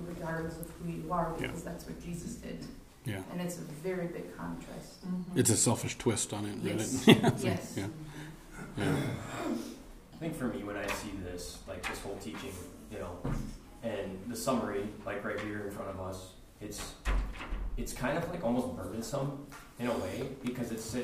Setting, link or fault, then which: setting, live audience